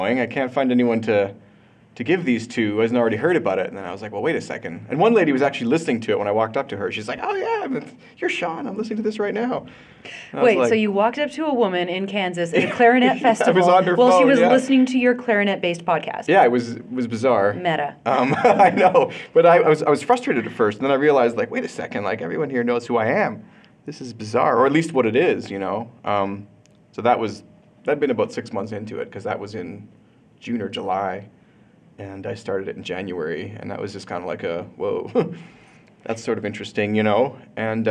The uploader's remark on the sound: Live in Calgary, AB. I participate in a live roundtable interview and conversation about podcasting.